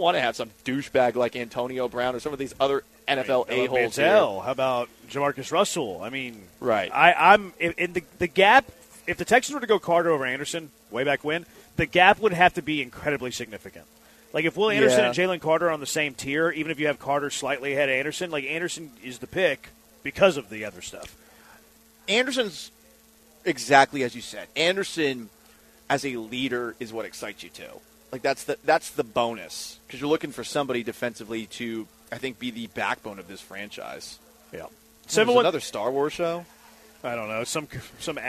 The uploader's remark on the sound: LIVE from Circa Resort & Casino in Las Vegas!